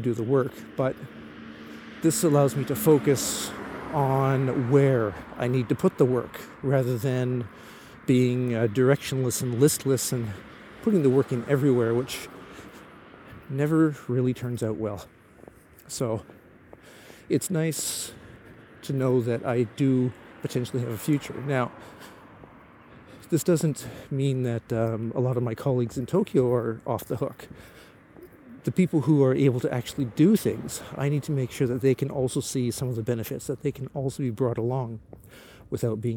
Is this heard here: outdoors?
yes